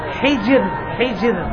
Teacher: ليش رققت؟ لأن الذي قبل الراء وقبله مكسور حجر، حجر فتقف عليها بالترقيم.